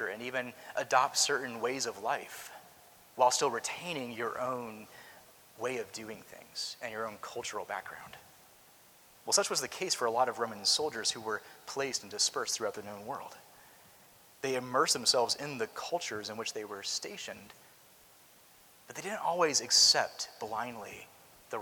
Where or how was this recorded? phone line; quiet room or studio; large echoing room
large echoing room